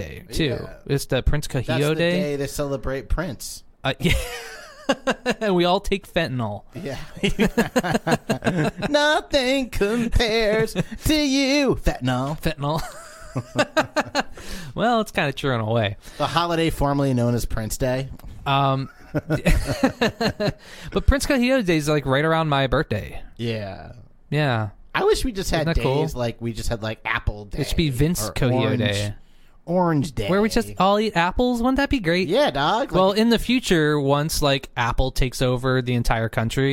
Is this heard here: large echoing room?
no